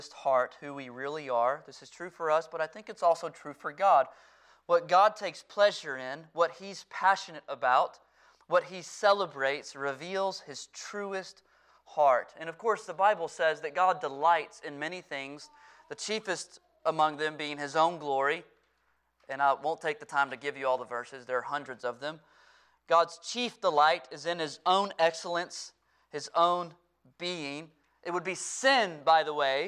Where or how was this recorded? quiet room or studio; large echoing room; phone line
large echoing room